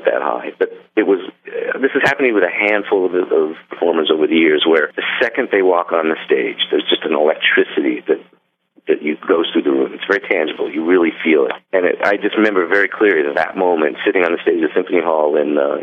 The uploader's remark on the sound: called in to that cozy radio studio